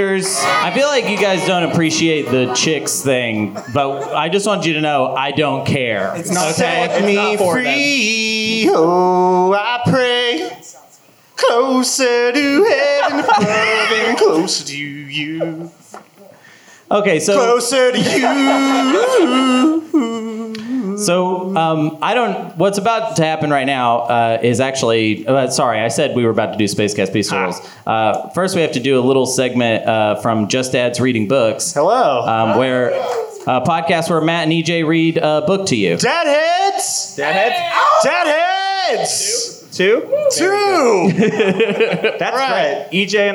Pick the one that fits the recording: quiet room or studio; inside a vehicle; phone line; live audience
live audience